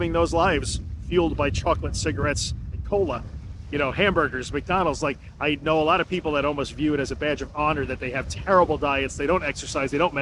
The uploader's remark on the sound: This episode was recorded on a beach by myself in a spot where my cell/mobile phone gets no signal, where there were no people to save me if I needed to be saved, and where I was far from help.